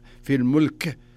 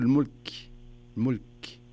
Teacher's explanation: لكن لما تقول الملك الملك شوف همس حتى أنك يلا تسمعها مني صح؟ إذا وقفت على الكاف كأنك يعني تسمع همس · Shown in: second take · همس فيها يعني اللي يسموها همس تسمعها القريب دون البعيد بس في السماعات والميكروفونات تصير قوية.